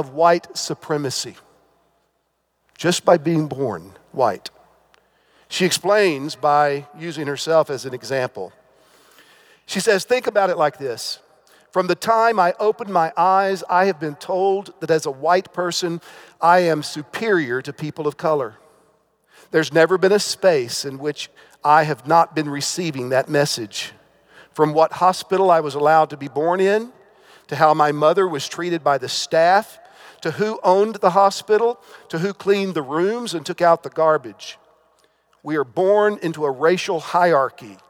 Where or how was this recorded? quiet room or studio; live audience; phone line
live audience